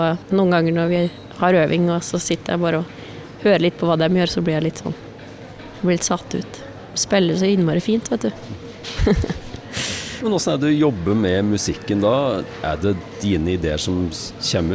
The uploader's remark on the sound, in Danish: Live fra Domus